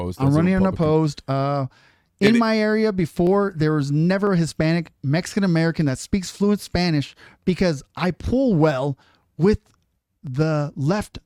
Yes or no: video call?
no